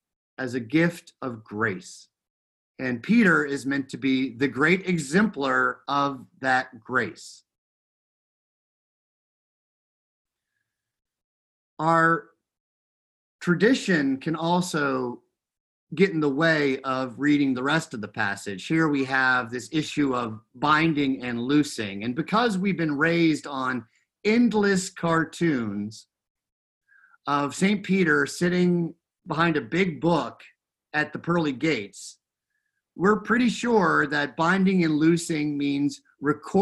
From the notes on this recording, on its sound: Recorded live in Zoom.us.